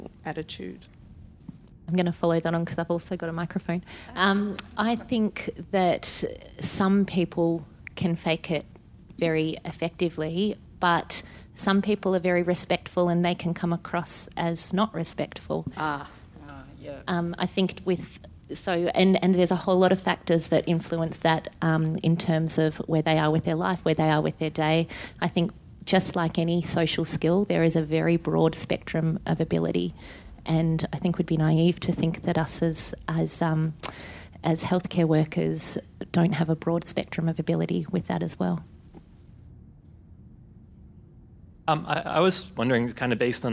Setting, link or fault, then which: setting, live audience